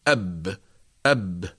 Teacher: أما الحرف الساكن فيخرج بالتصادم بين طرفي عضو النطق، نقول مثلا الباء الساكنة، إذا أردنا أن ننطق بها نسبقها بهمزة الألف المفتوحة فنقول أب أب، ونلاحظ أن الباء الساكنة السكون يخرج عند حصول التصادم بين الشفتين